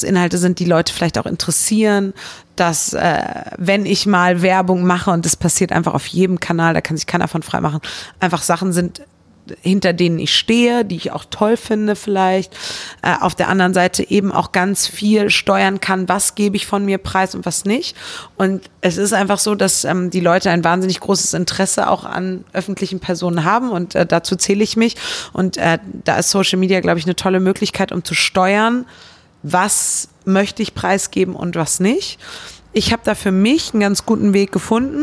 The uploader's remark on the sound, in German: turi2 hat den Podcast Anfang März in der Fußballkneipe Lotta in Köln aufgezeichnet.